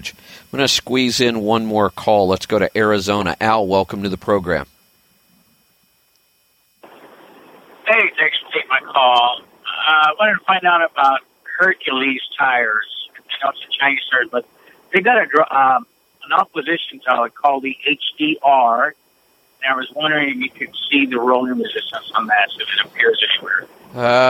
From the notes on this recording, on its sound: Call in Question and Answer Show